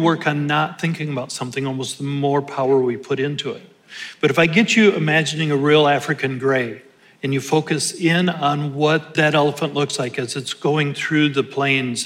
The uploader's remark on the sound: In this special Live Q&A episode from Reclaim 2022